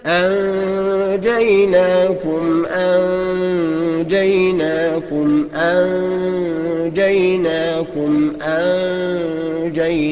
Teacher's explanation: في كلمة، أنجيناكم، أنجيناكم، أنجيناكم، أنجيناكم، ما تقولش أنجيناكم، لا، لازم تخفيها، اديها الإخفاء اللي هو بمقدار حركتين اتنين